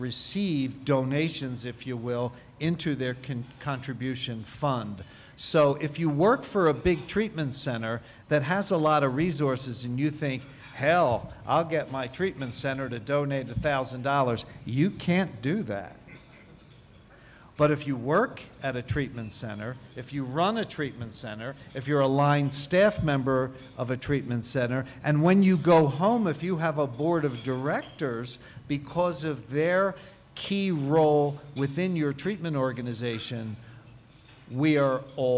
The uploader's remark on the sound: General Meeting and Political Action Committee Luncheon at the 40th NAATP Anniversary Conference of the National Association of Addiction Treatment Providers (NAATP) at the Interlocken Resort in Denver Colorado.